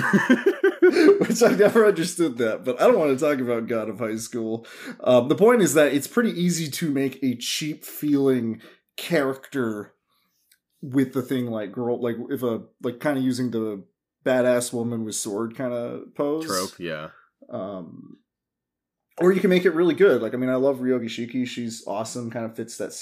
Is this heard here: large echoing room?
no